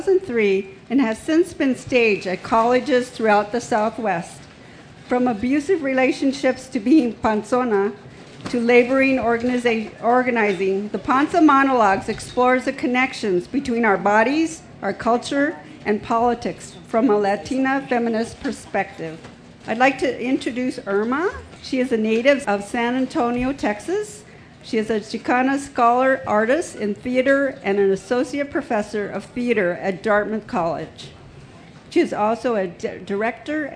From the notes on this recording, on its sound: A panel from the Pima County Public Library&#8217;s Nuestras Raices Pavillion at the 2015 Tucson Festival Books. Features a panel from the Pima County Public Library’s Nuestras Raices Pavillion at the 2015 Tucson Festival Books.